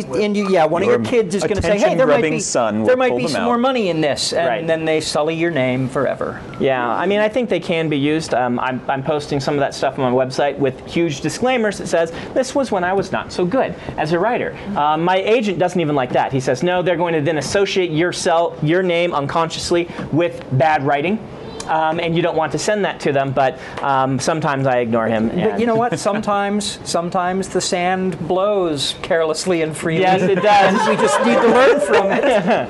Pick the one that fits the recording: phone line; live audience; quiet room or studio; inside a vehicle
live audience